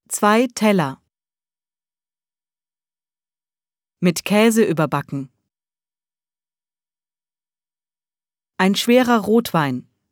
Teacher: Sie sprechen kein R.